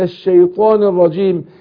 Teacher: انا فخمت الالف عشان الطاء قبلها مفخمة، وقلت البيت بتاع الشيخ السمنودي اللي هو تتبع الالف وما قبلها والعكس في الغن الف، يعني عكس كده ان الغنة تتبع ما بعدها تفخيما وترقيقا.